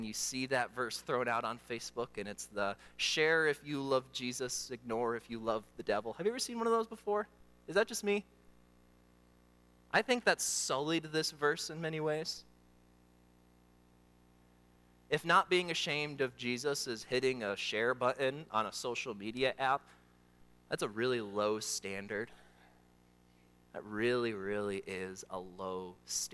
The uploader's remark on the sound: during the Morning Worship Service on Sunday, February 25, 2024, at Calvary Baptist Church in Battle Creek, Michigan